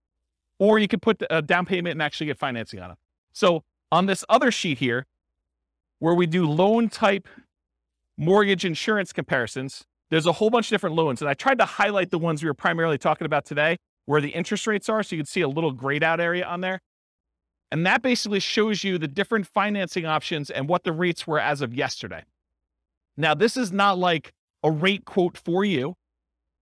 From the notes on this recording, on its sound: This was a live class recorded